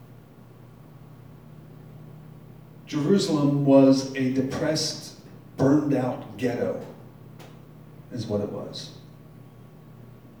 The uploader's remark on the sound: Live from Black Cloister Brewing Company.